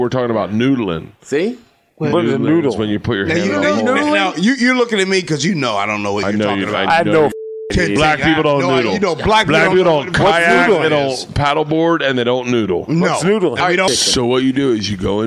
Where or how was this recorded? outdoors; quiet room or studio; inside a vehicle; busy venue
busy venue